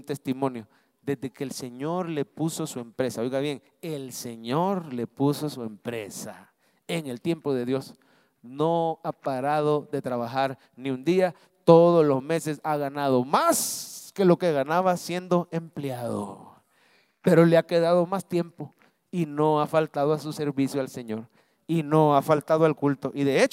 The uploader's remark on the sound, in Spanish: Mensaje predicado en vivo desde el Centro Familiar de Adoración CEFADCHURCH, julio 2023.